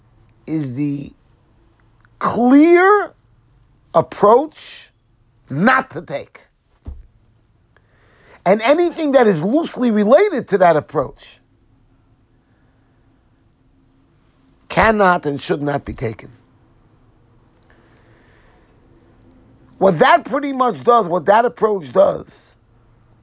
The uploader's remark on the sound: Shiur recorded in Yeshivas Ohr Reuven, Monsey NY